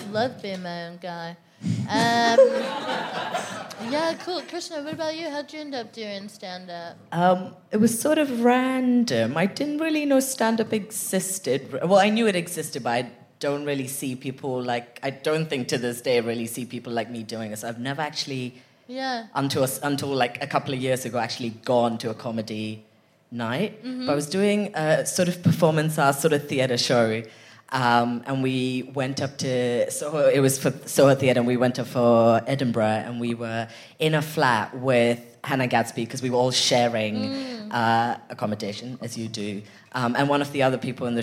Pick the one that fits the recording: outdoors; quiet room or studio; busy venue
busy venue